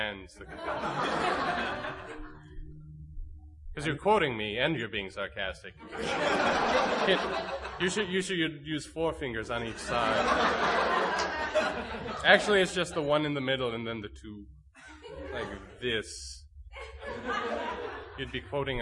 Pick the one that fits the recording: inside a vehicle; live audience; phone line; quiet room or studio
live audience